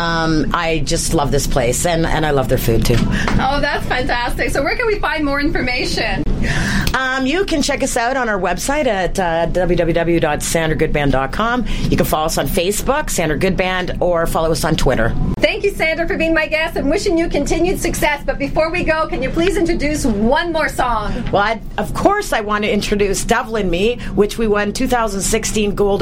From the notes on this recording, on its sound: during the Stonebridge Wasaga Beach Blues Fest at Wild Wing